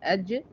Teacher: وسط اللسان اللي بيقابله من وسط الحنك الاعلى بيخرج منه 3 حروف دول، اللي هما الجيم والياء.